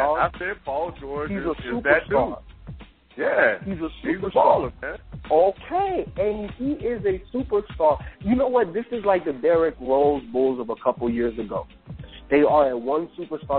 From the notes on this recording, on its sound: We take live calls on the air